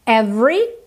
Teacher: Every, porque o E do meio dessa palavra não é pronunciada